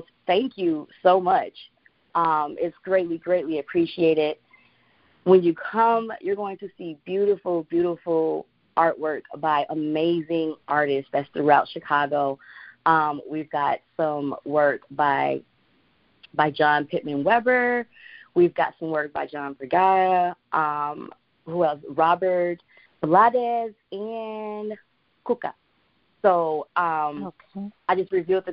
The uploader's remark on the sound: On the phone w/ CEO & President of Rhianna's Treasured Gifts